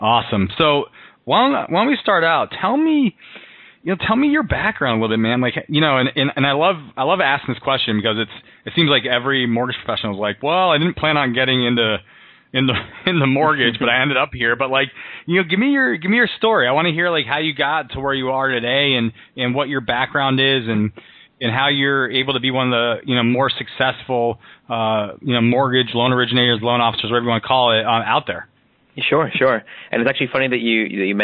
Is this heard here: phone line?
yes